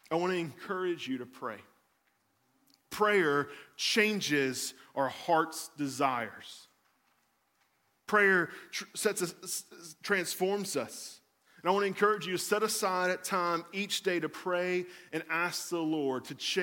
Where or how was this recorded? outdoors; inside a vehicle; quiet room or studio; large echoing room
large echoing room